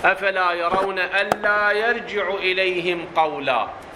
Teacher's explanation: ألا أصلها أن لا، أدغمت النون مع اللام، الأن ساكنة، النون ساكنة واللام الإدغام، هذا صار إدغام فصارت ألا، أفلا يرون ألا يرجعوا؟